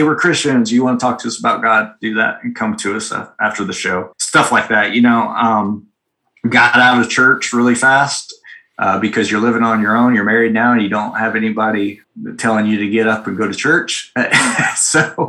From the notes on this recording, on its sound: join on a Zoom call